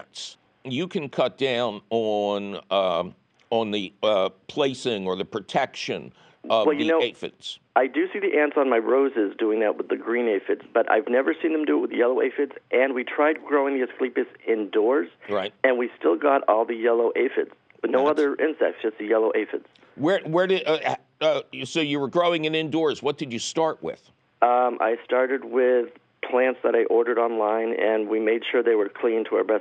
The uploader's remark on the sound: Your Fabulous phone calls!